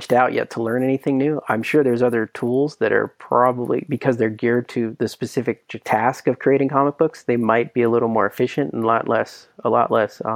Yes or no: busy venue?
no